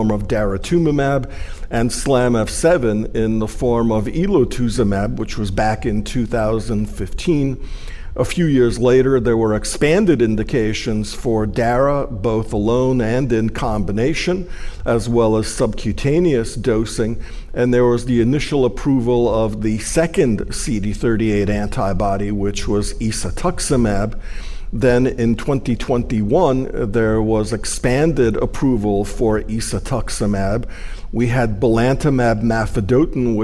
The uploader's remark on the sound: Find out by accessing this PeerView MasterClass and Case Forum event developed in collaboration with the HealthTree Foundation for Multiple Myeloma and recorded at the 2023 ASCO Annual Meeting.